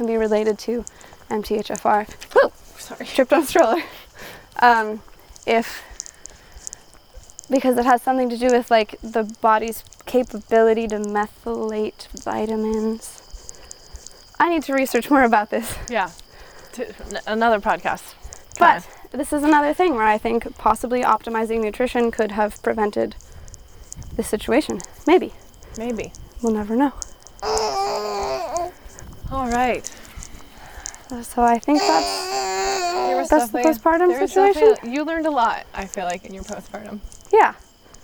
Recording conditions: background noise